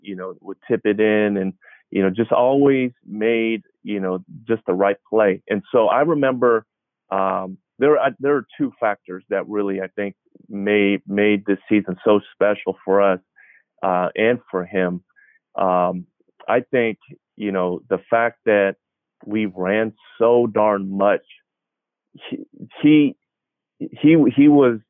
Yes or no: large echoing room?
no